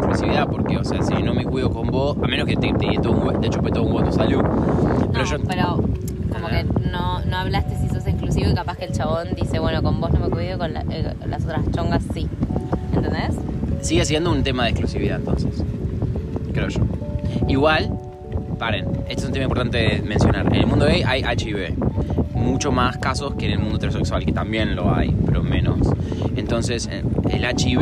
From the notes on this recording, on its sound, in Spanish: Descubranlo entre el ruido del viento y el pianito que no sabemos por qué suena de fondo.